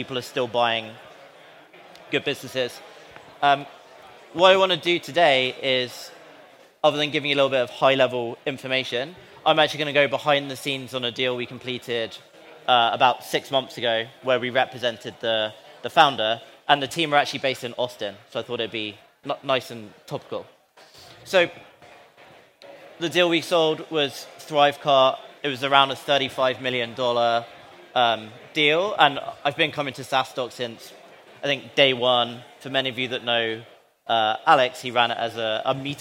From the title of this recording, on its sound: Live at SaaStock